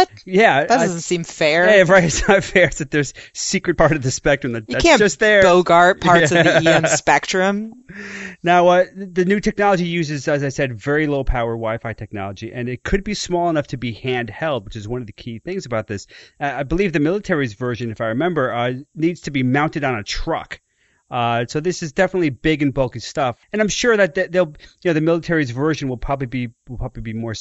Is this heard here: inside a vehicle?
no